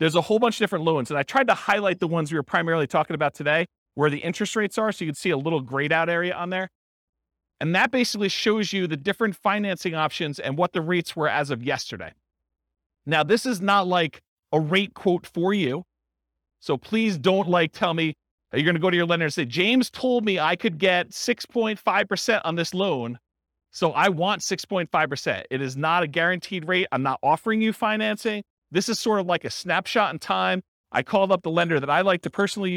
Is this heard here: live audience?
yes